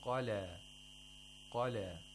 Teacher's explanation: We have a qaf with fatha, so we have to pronounce it with tafkhim at the second highest level.